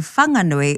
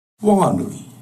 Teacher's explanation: So the H in Whanganui is there, but it's heard as a breath, as they describe it. · Shown in: second take · In Whanganui, the H is aspirated.